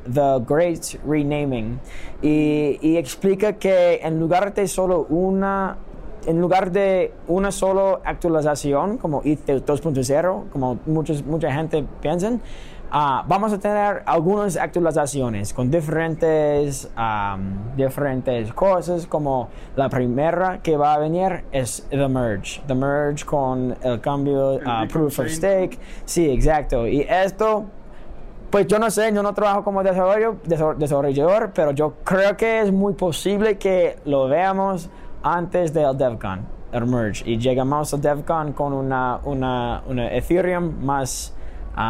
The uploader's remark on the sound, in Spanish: En este episodio los grabamos en ETH Denver uno de los eventos de cripto más importantes a nivel mundial.